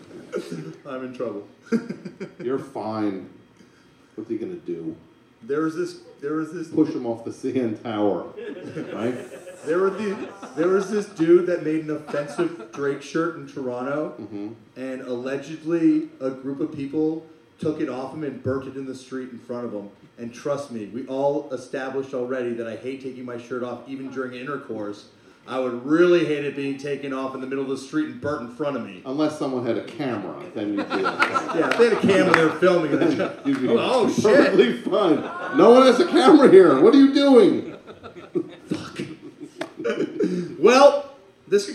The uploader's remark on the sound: bring the TOAP touring machine into the heart of the big city,(well Brooklyn), for the final TOAP Live show